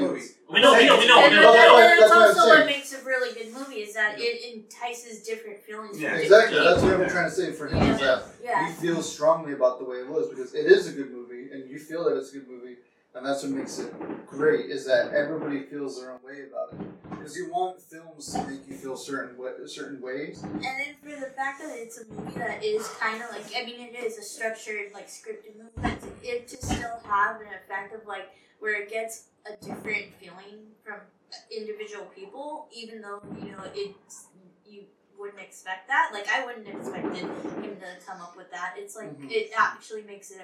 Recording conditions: poor microphone